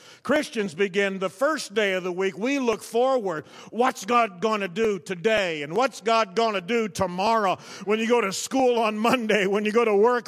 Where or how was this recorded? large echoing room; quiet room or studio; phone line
large echoing room